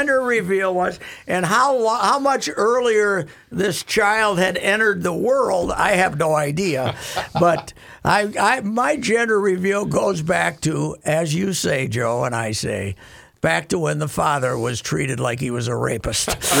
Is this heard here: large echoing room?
no